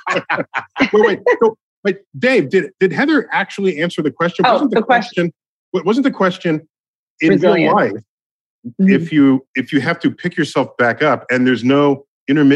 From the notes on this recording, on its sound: At PocketLab’s Science Is Cool Virtual Unconference.